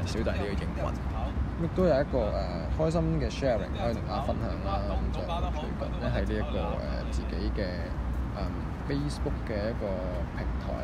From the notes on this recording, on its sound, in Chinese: 搭船入馬灣。戶外錄音多多包涵。